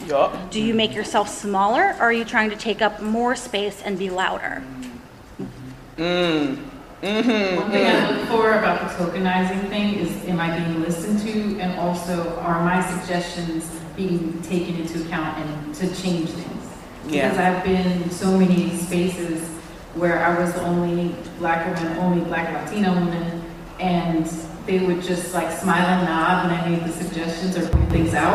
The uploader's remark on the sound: Recorded live at Star Trek Mission Chicago.